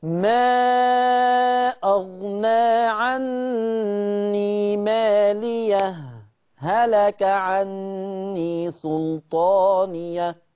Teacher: يبقى انا هنا عملت سكت، سكت على الهاء بتاعت مالية وفصلتها عن هلك. او لينا وجه تاني، الوجه التاني الادغام. · Term: السكت